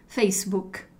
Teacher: mais importante aqui é não colocar esse i final